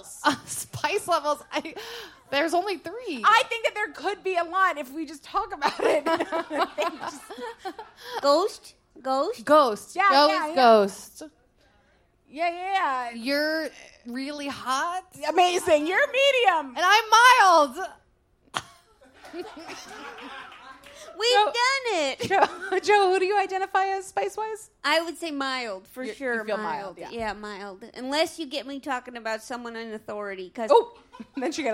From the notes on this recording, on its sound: LIVE at the Green Room 42